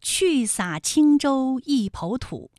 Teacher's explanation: 片中出现的这句诗去洒青州一抔土，你知道哪个字是后鼻音吗？答案呢就是青字